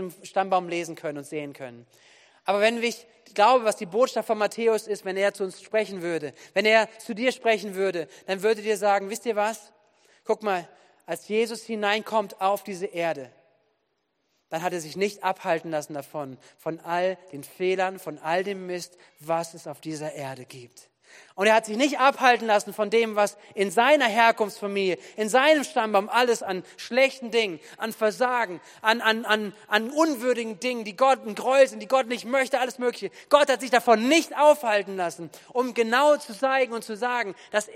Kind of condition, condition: setting, large echoing room